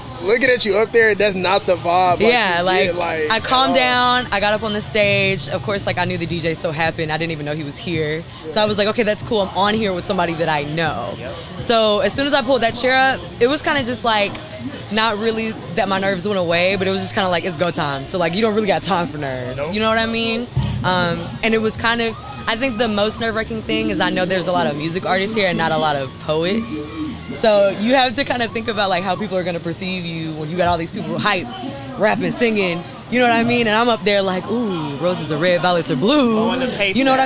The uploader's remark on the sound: This episode concludes our interviews at the Valley Festival.